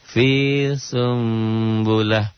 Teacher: Bunyi N-nya berubah menjadi M. Disertai samar sedikit. · Term: iklab